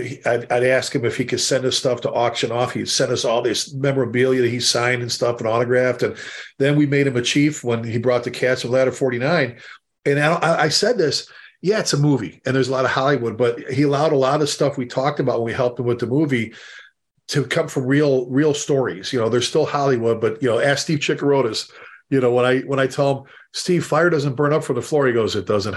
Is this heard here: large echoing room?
no